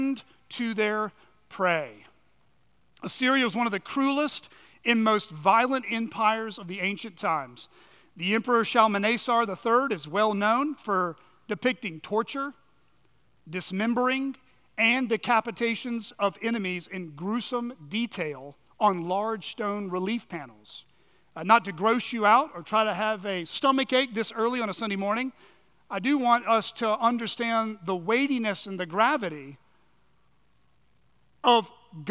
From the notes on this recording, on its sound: at Chaffee Crossing Baptist Church in Barling, AR